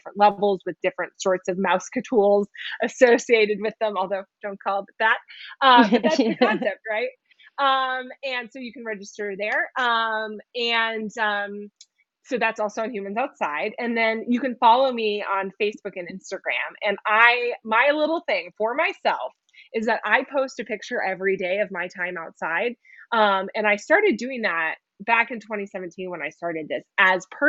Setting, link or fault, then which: link, video call